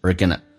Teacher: are 说成一个儿化音，而 going to 说成 gonna